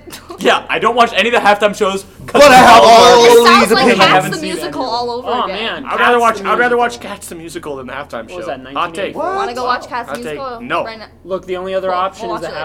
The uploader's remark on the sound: Recorded by the pool table a little too late